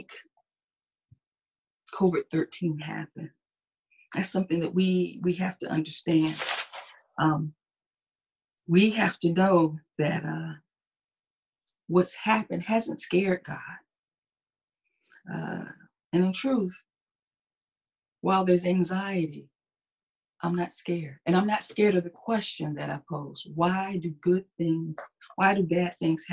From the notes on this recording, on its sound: Our Zoom streamed Sunday Service!